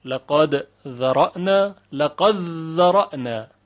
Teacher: ادغام دال در ذال، لقد ذرأنا، لقد ذرأنا.